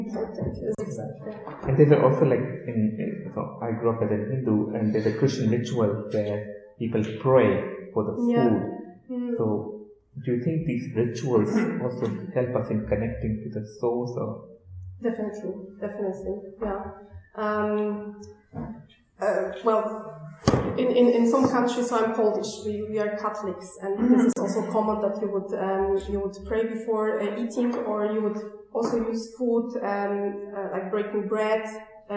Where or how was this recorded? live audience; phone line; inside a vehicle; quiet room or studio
live audience